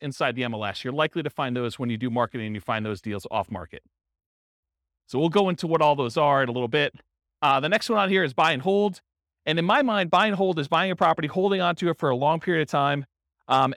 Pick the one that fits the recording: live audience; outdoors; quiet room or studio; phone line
live audience